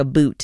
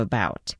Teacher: Canadian raising, which is basically where you say things like a boot instead of about · Shown in: first take